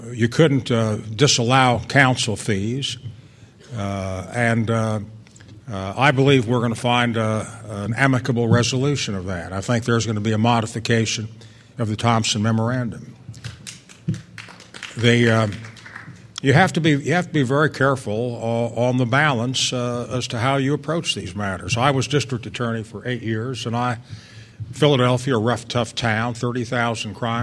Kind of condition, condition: setting, busy venue